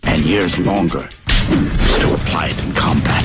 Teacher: Years longer 后面有一个停顿